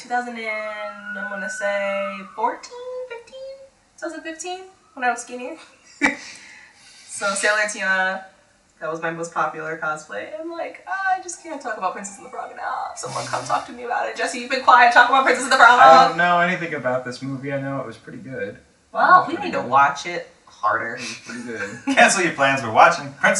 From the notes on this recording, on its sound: Our mic was having a rough week... Apologies for the audio.